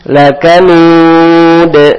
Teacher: Lakanud dimonyongkan bibirnya, kemudian dal tipis. Lakanud tipis dengan senyuman terakhirnya.